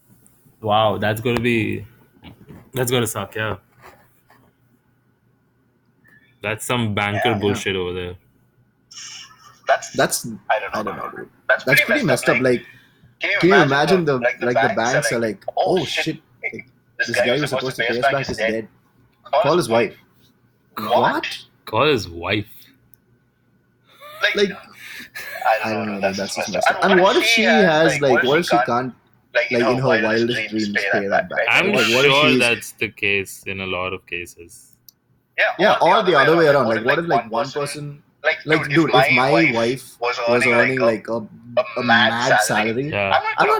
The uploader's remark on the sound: messed up the audio